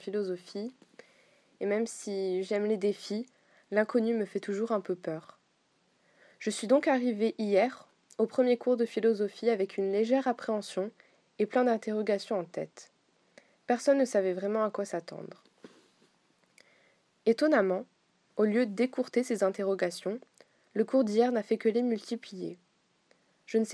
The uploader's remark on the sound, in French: PENSÉES POUR EUX-MÊMES est le journal audio du cours de philosophie des élèves de terminales L1 du lycée Calmette à Nice. Leurs témoignages audio de quelques minutes sont réalisés via leur téléphone portable, à la manière d'un petit feuilleton philosophique.